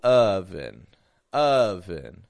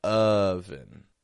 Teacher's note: my tongue is low in the back of my mouth and it's low in the front. Not ah or oh, but oven. · Term: short U